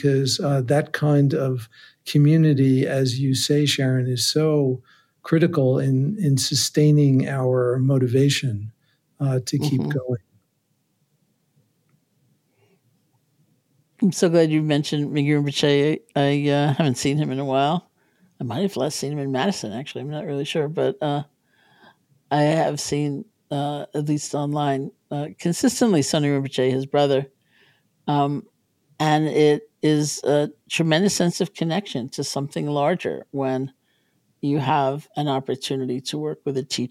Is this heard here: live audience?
no